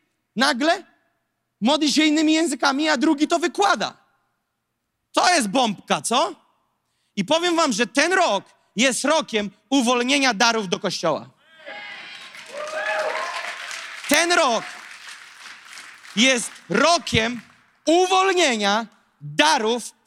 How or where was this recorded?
large echoing room